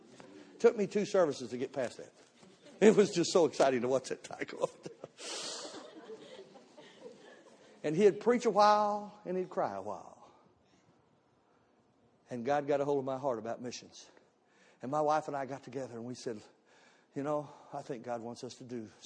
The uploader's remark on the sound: Missions Conference Service 01 - Audio.